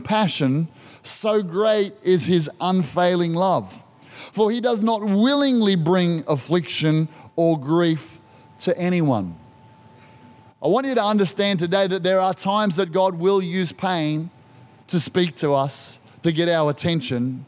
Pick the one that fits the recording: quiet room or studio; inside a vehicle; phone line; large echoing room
large echoing room